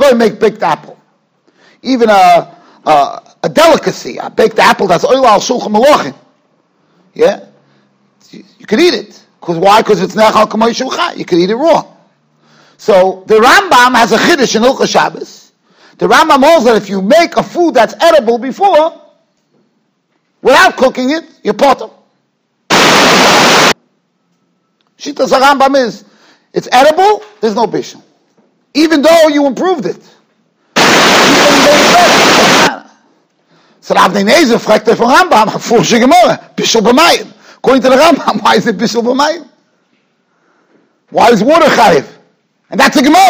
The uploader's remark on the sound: Shiur recorded in Yeshivas Ohr Reuven, Monsey, NY.